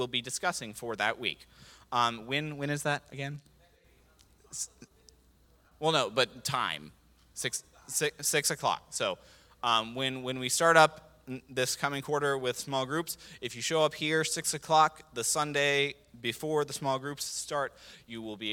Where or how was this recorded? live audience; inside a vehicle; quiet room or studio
live audience